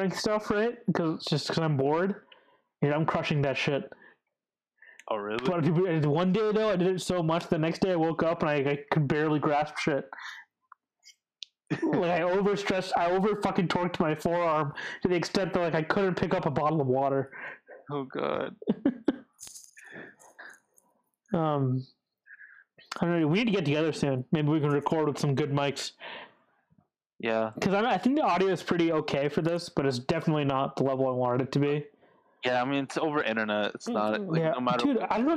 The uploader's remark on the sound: PLEASE SKIP, BAD AUDIO. We're really sorry about the shitty audio. Discord wouldn't let us use the audio interfaces and Shure mics we had for some reason (probably a driver issue) so we were stuck using less than ideal airpods.